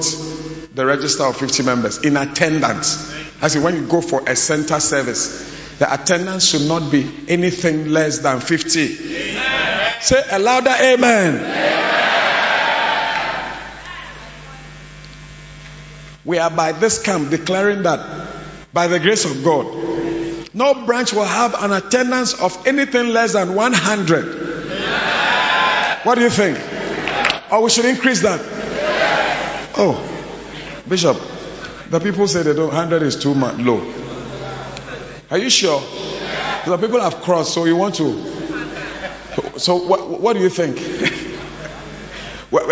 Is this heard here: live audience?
yes